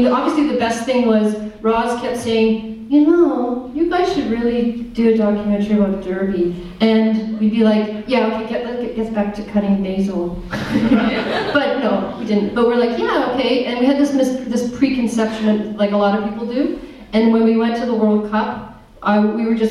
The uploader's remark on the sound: Derby Crazy Love Toronto Premiere Q&A. Short Q & A after the film.